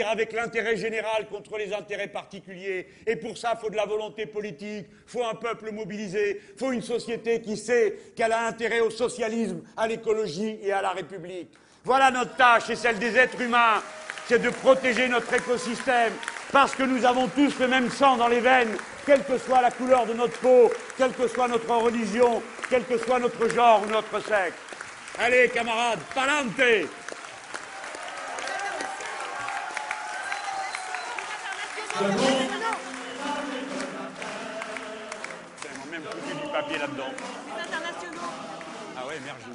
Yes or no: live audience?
yes